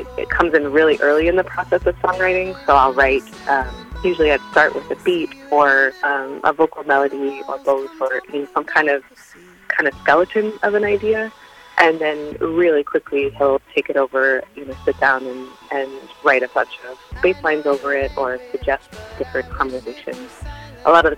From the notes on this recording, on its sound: on the phone